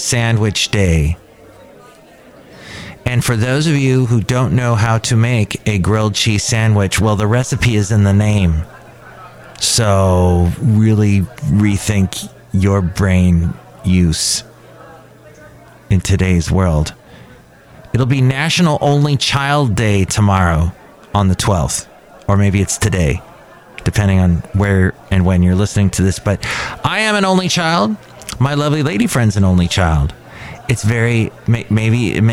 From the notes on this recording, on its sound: podcasts live from Café Anyway